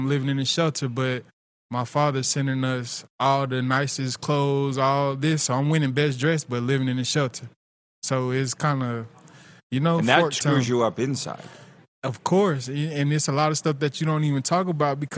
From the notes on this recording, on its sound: LIVE coverage of the CFL's Grey Cup Week from Baller's Rec Room in Regina, SK!